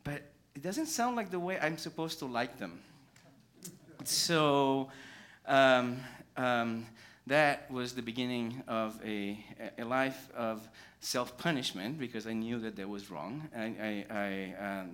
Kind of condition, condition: setting, live audience